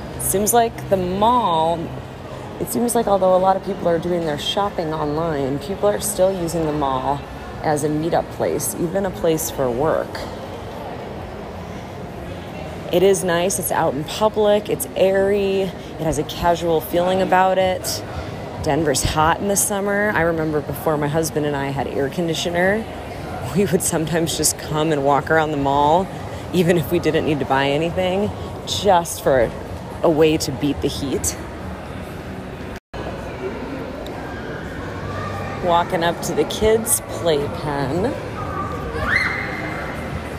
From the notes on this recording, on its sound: Sound Tour of Cherry Creek Mall. An audio exploration of Denver's popular shopping center.